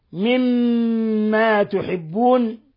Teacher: الميم الثانية حرف غنة مشدد يغن مقدار حركتين